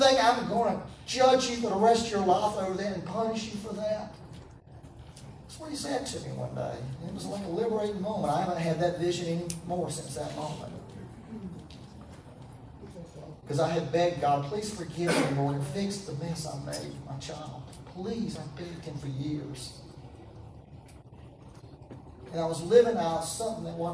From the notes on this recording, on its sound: Once again, we had technical difficulties. As a result the sound quality is not so good.